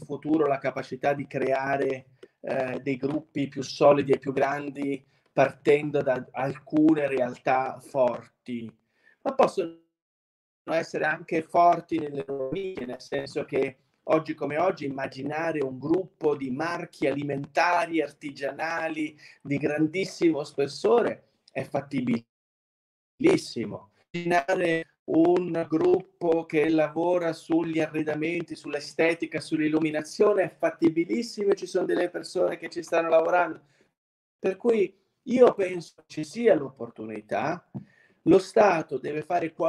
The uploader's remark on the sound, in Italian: Ci scusiamo per la qualita' audio di questa live, come potrete constatare abbiamo avuto dei problemi di connessione che sfortunatamente non ci hanno e vi hanno permesso di fruire di questo episodio a pieno.